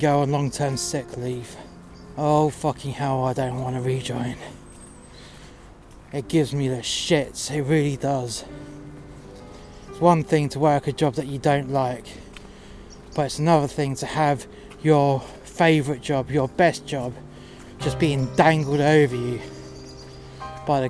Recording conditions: outdoors